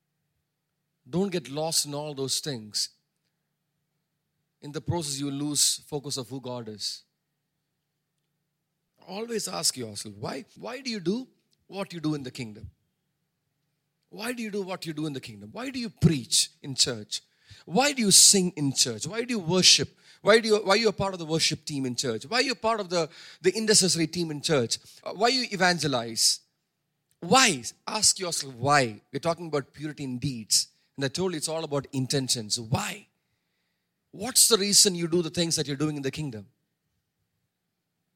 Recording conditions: large echoing room